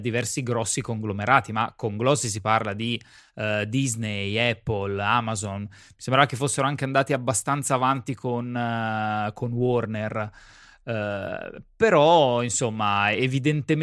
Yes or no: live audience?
no